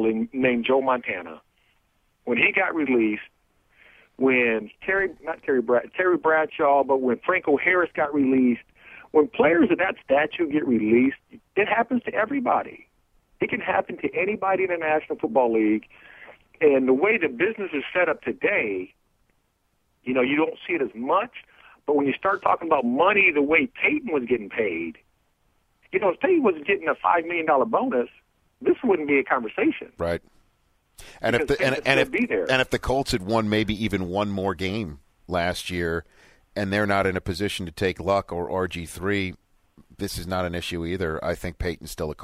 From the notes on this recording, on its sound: phones in from outside of the Redskins facility